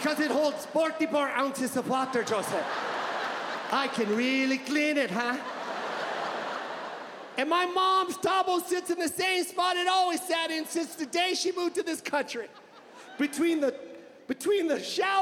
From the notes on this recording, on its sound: His Netflix special, "Live at the LA Forum".